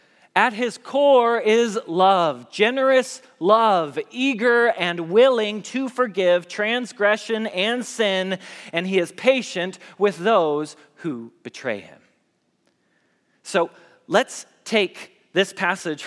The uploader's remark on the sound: Message Preached at Valley Creek Church